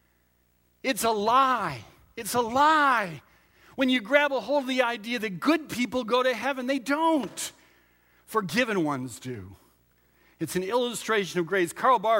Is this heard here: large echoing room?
yes